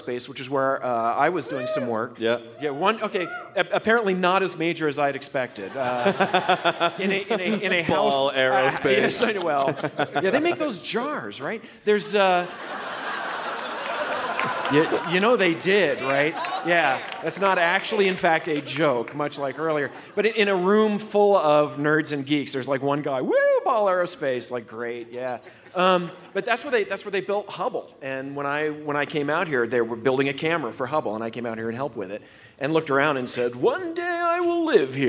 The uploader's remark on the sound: It's the Nerdist podcast live from beautiful Boulder, Colorado!